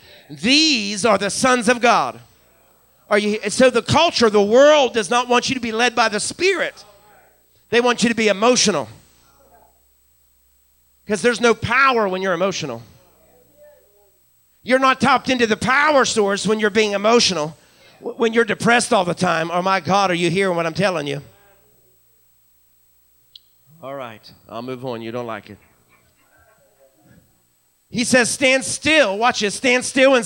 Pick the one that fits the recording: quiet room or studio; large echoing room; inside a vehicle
large echoing room